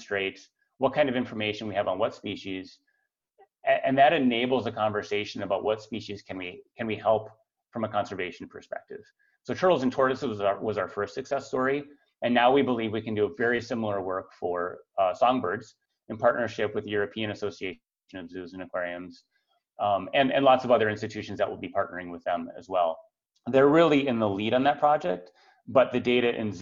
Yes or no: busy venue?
no